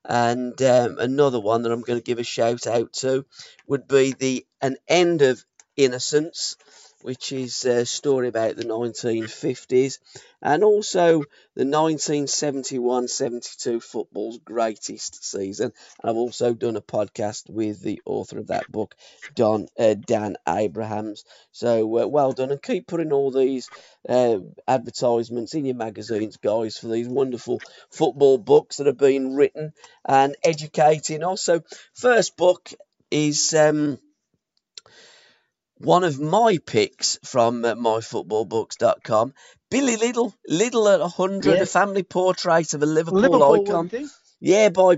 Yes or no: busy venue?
no